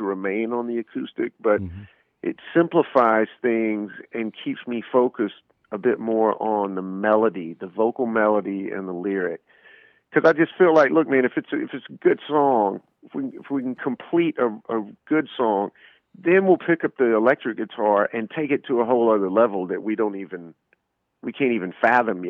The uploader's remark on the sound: to call in and give an exclusive interview!